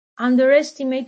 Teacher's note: where we have a secondary stress, which is under, and then the strong stress, which would be estimate